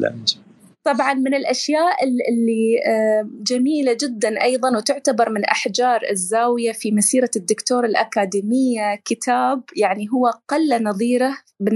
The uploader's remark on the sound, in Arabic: تسجيل لمساحة ابن رشد الأسبوعية على منصة تويتر